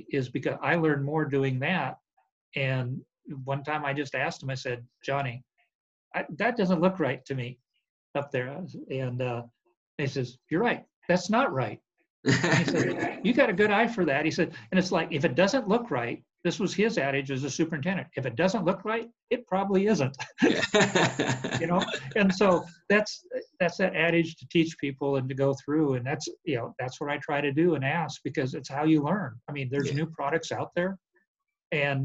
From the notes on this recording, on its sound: This is the zoom interview. From Dallas, TX.